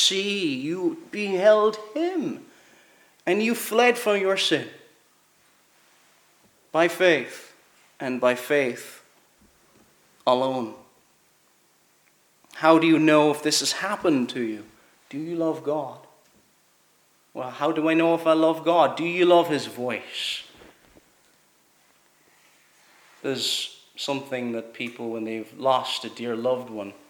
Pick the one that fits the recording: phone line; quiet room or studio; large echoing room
large echoing room